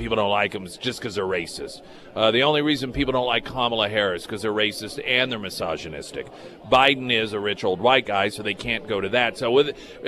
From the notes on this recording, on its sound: live at Scramblers Diner for the Friday Road Show